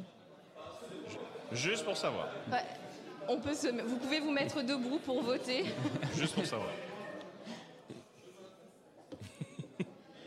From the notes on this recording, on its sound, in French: Voici l'épisode spécial, enregistré en live et avec du public à Rennes, pendant le festival PodRennes.